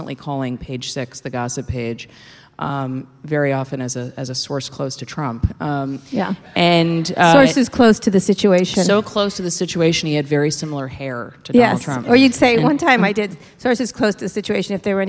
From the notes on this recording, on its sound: at the 2017 Texas Tribune Festival in Austin